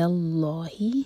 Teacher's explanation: again لام کو منہ بھر کر پڑھیں گے